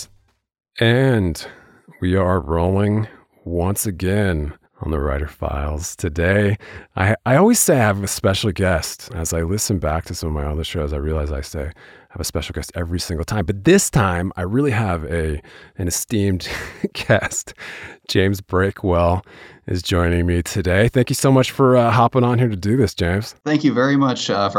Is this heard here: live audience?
no